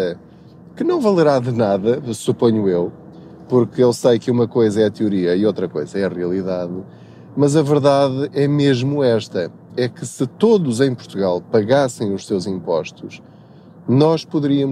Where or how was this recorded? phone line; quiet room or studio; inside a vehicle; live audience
inside a vehicle